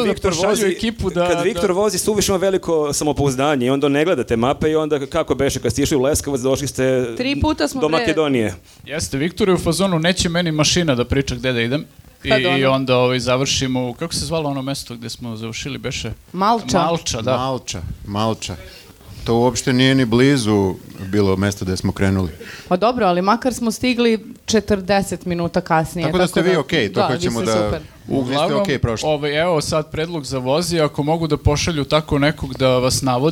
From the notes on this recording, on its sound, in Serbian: Zahvaljujemo se Omladinskom centru Zaječar koji su nas ugostili ovog ponedeljka i omogućili da snimamo live podcast.